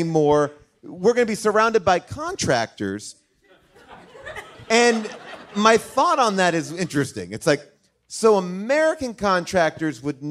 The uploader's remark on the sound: LIVE from Largo in Los Angeles